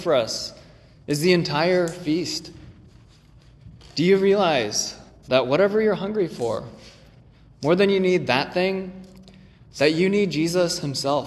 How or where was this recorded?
large echoing room